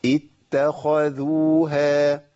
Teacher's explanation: الخاء حرف مفخم مستعلي وقع بين مرققين